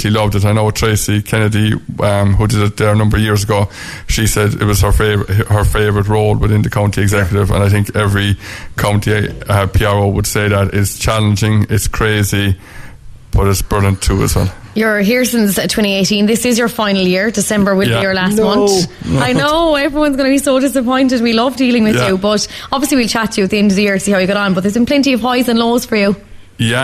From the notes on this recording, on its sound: live from Pairc ui Chaoimh to celebrate the launch of the RedFM Hurling Leagues